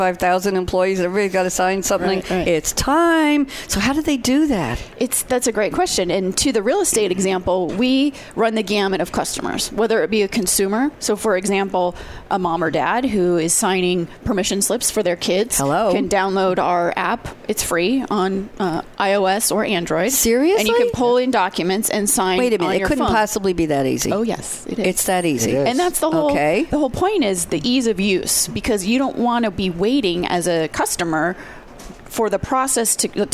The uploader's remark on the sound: live at SAPPHIRE NOW 2017